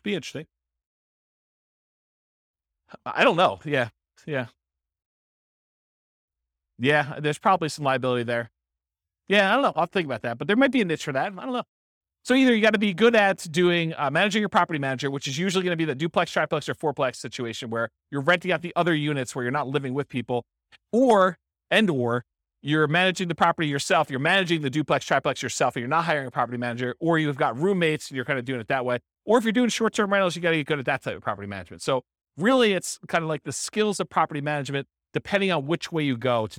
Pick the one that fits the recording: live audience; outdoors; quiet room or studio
live audience